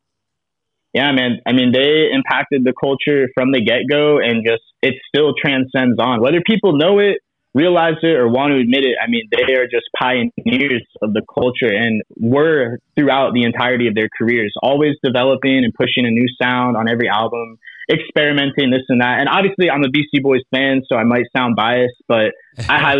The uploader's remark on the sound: Via Telephone: Orlando, Florida is where we are taking a trip.